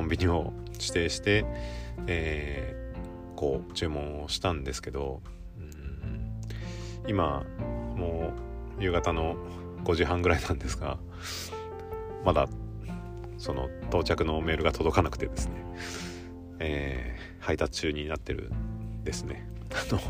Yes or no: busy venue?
no